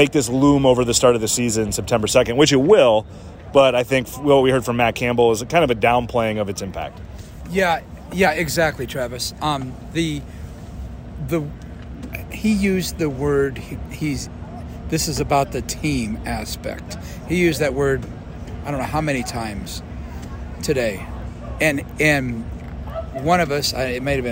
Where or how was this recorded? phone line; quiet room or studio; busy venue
busy venue